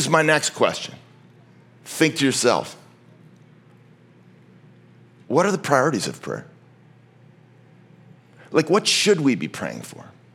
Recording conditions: large echoing room